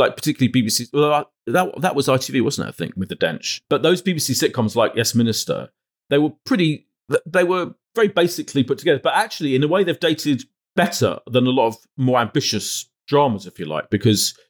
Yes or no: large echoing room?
no